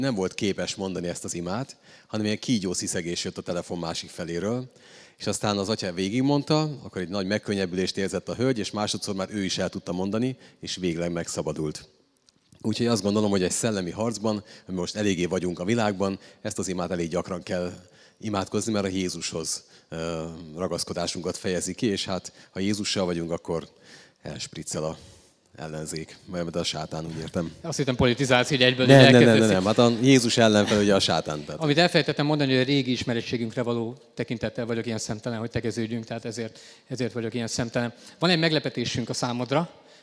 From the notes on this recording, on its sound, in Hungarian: Négy év szünetet követően rendeztünk ismét beszélgetős rendezvényt, a helyszín a Pázmány Péter Katolikus Egyetem ITK aulája volt.